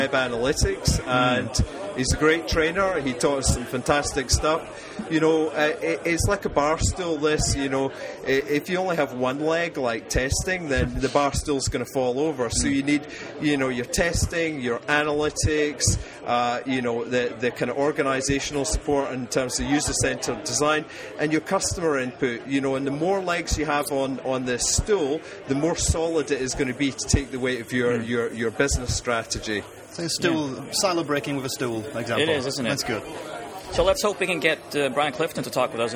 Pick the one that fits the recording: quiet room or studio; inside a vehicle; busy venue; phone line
busy venue